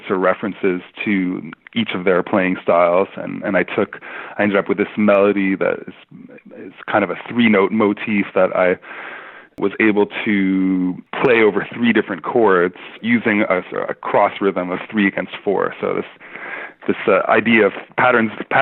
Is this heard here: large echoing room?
no